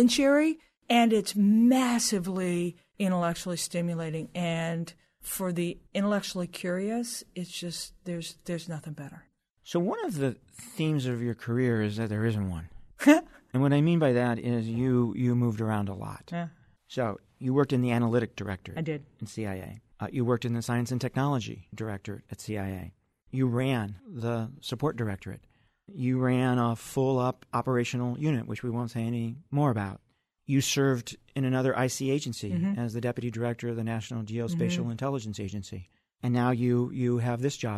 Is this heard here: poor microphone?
no